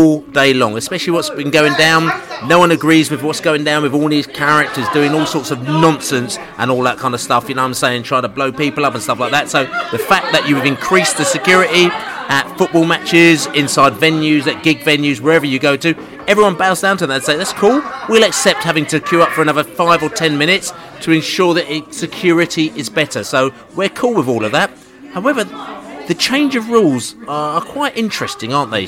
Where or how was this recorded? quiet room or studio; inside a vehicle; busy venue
busy venue